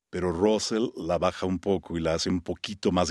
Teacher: He says, this is my normal tone, but to play Russell, they asked me to lower my voice and make it more gravelly